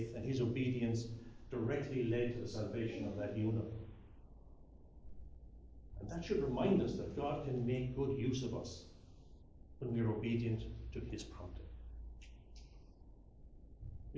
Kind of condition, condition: setting, large echoing room